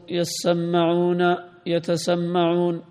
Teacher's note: وأصل يسمعون يتسمعون، فأدغمت التاء في السين لقربها منها